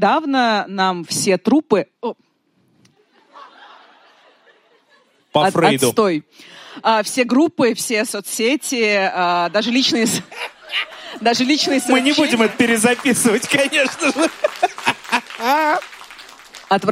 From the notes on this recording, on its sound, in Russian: открытая запись «Дневников Лоры Палны» (которая прошла в Екатеринбурге еще до начала седьмого сезона)